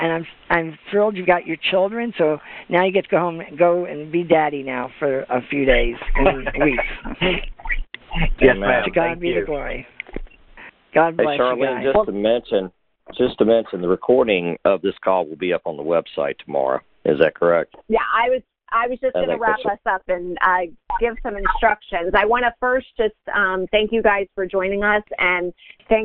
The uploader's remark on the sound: Conference Call.